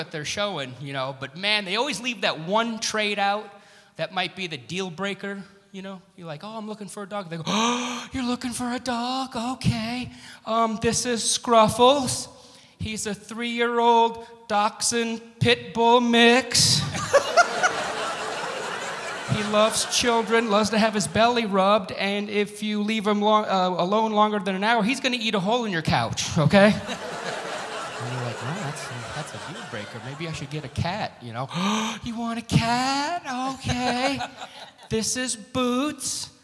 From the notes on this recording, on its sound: Live at the South Point Casino